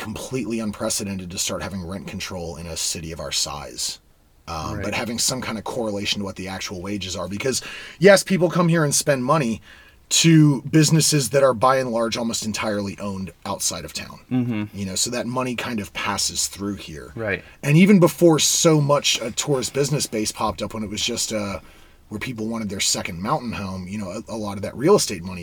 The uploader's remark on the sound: from the van